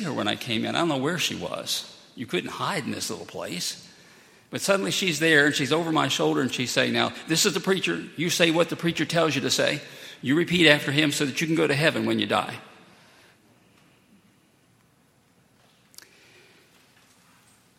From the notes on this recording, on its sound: at Highland Baptist Church